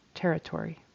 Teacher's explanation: And territory, syllable stress on the first syllable